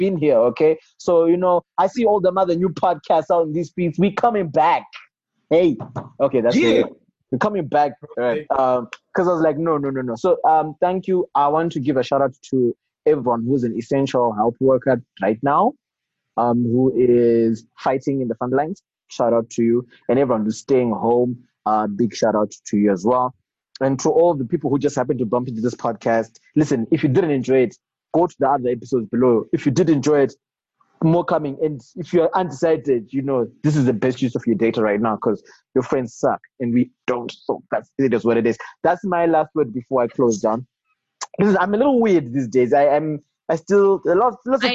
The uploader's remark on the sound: The first of a series of special quarantine editions done over Zoom.